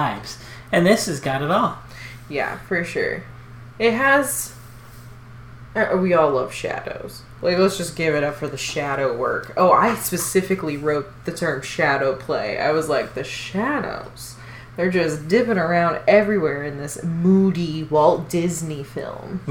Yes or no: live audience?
no